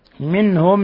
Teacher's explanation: نون ساكنة جاء بعدها الهاء إظهار حلقي